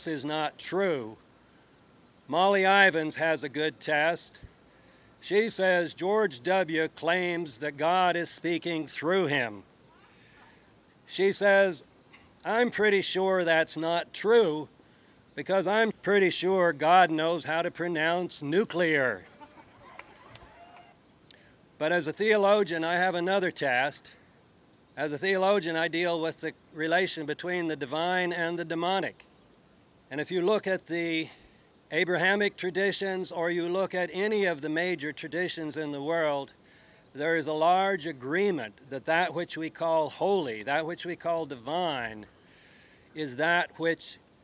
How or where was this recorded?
outdoors